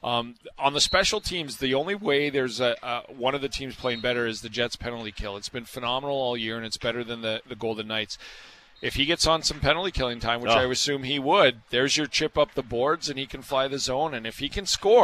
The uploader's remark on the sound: Live from Canada Life Centre, ahead of Game 4 between the Jets and the Golden Knights.